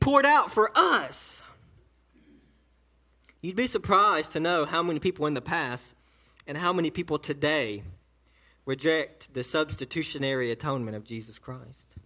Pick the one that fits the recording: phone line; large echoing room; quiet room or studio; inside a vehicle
large echoing room